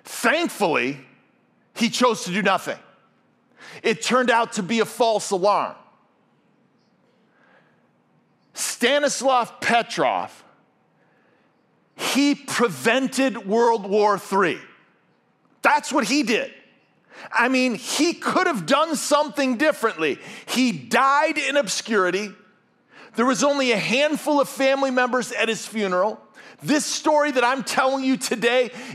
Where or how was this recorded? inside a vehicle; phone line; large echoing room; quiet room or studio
large echoing room